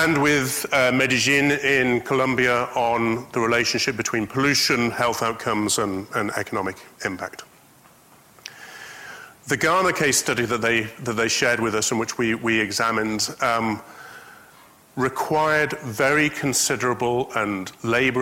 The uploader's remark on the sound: IFE Distinguished Visitor Lecture - recorded 7 June 2019 at QUT.